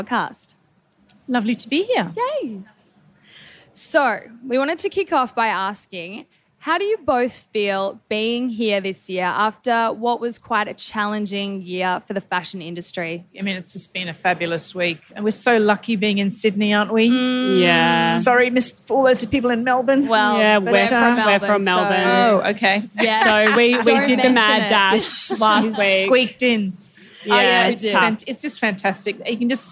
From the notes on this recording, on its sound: LIVE from AAFW. Live from Afterpay Australian Fashion Week.